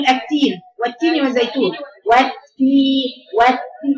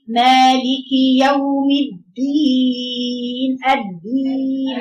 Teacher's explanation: التاء شديد والدال شديد لكن التاء في ايه همس والدال ما فيهمش همس